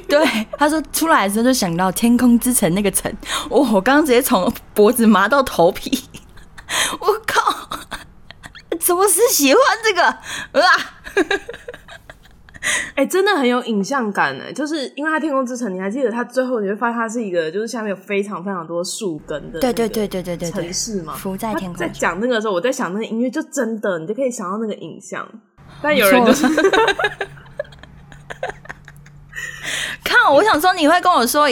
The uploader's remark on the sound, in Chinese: 因為是即時收音，會有一些現場音或不可抗力干擾。感謝這集提供callin語音的朋友們。